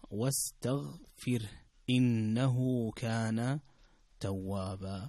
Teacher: لابد أن تكسر الفاء وترقق الراء